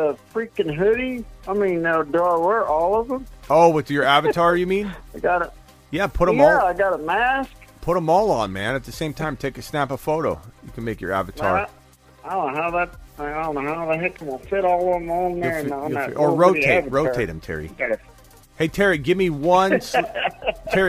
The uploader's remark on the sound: Takes fantasy football phone calls and voicemails for over 2 hours.